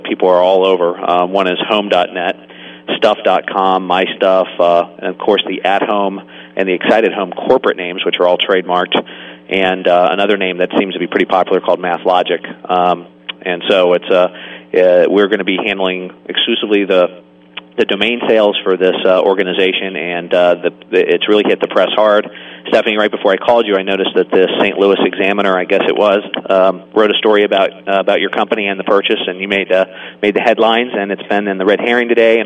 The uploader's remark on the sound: Live from SES San Jose 2005